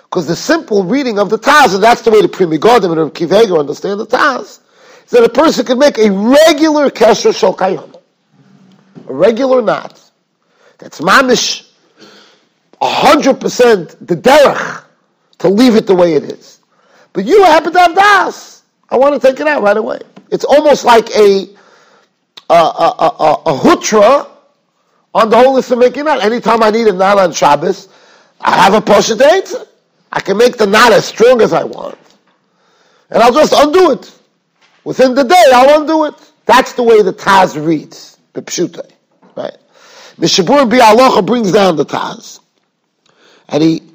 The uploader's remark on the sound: Shiur recorded in Yeshivas Ohr Reuven, Monsey, NY.